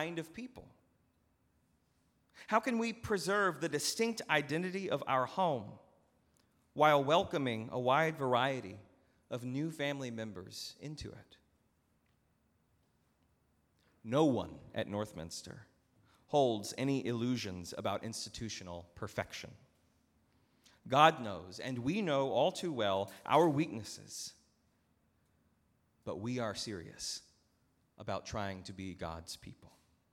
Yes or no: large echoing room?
yes